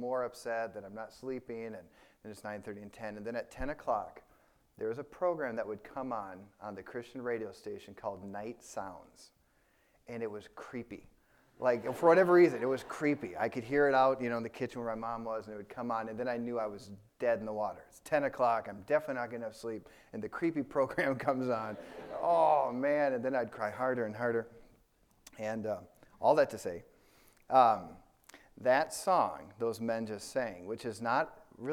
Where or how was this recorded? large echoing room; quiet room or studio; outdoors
large echoing room